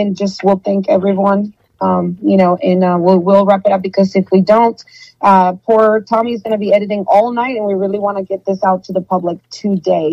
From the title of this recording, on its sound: Truckers Call